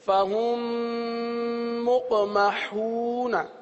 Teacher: اب فاہم ملا کر ایک حرف پڑھا جا رہا ہے، صحیح ہے نا، دو حرف نہیں پڑھے جا رہے، میم کو میم کے اندر ملا دیا · Term: ادغام شفوی